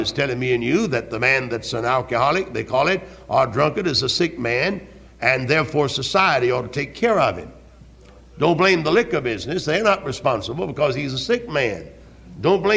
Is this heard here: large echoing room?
yes